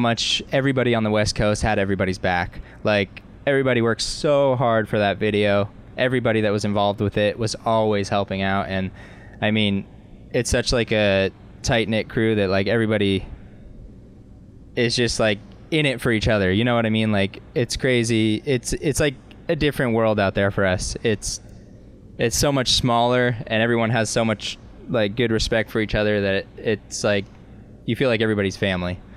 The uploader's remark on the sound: hear an Audio Montage from the Malibu Boats Rider Experience stop one and the WWA Central Wakeboard Regionals, hosted by Boulder Boats on Lake Las Vegas